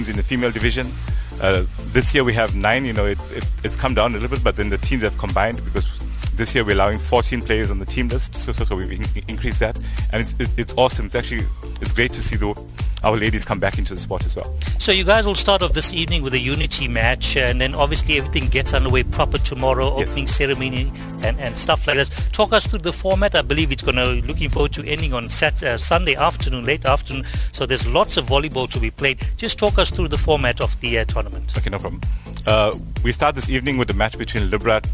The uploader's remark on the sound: The Official Drive team was live at the fifth edition of the National Masters Volleyball Championship held at UKZN. A record men’s field of 24 teams while nine female sides descended on Durban for the tournament, hosted jointly by eThekwini Volleyball and Legends Social Volleyball.